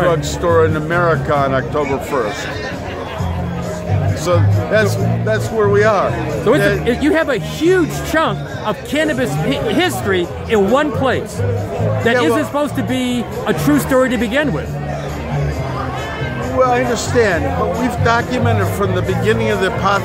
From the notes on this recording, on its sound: recorded at Seattle Hempfest, August 2019